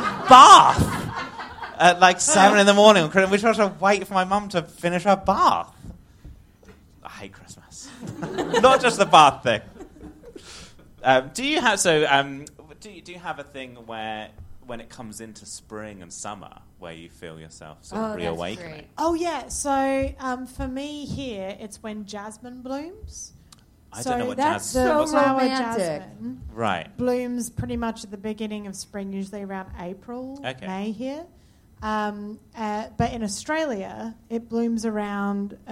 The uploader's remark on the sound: Live at London Podcast Festival